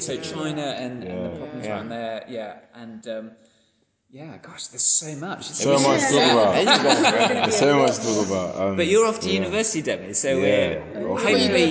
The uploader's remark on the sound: Recorded in the Parish Hall, New Southgate, London N11.